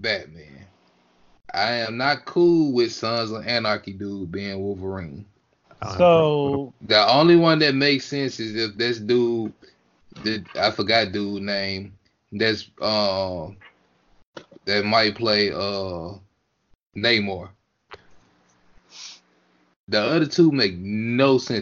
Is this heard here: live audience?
no